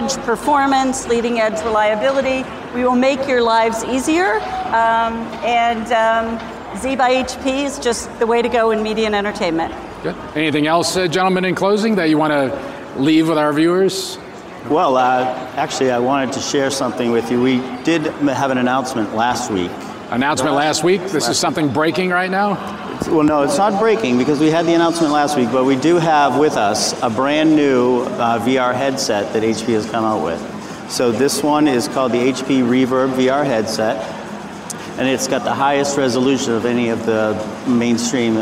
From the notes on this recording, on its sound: 2019 #NABShow Live. Broadcast Beat - Producer of NAB Show LIVE.